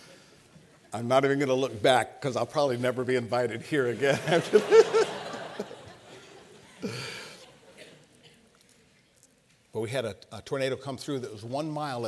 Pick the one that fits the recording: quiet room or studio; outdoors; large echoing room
large echoing room